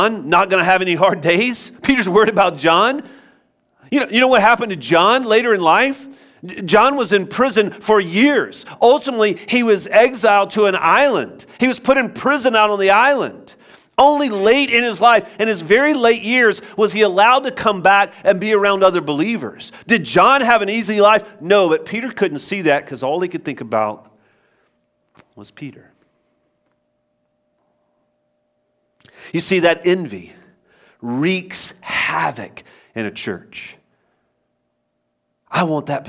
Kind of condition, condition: setting, large echoing room